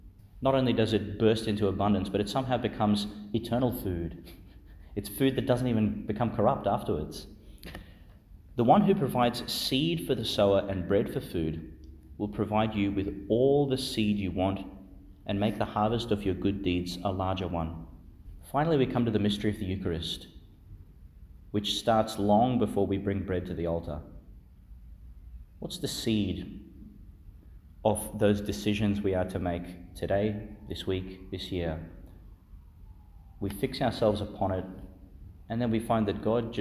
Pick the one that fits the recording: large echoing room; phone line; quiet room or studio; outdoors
large echoing room